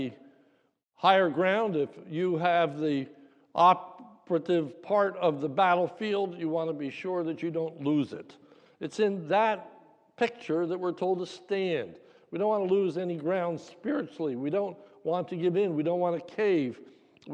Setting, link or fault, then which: setting, large echoing room